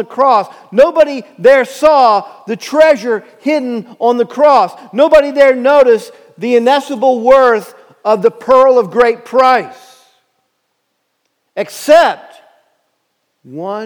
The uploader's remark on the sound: Message Preached at Valley Creek Church